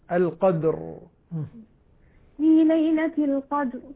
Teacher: لاحظ قلقلة الدال وتفخيم الراء في ليلة القدر